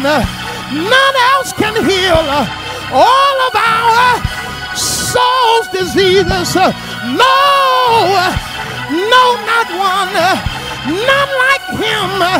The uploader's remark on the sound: Lilly Grove Missionary Baptist Church, Houston, TX.